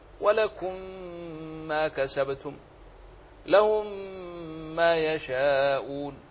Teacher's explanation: وكذلك الميم مع الميم إن أضغمتها: ولكم ما كسبتم، لهم ما يشاءون. ميم أضغمت في ميم فتشددت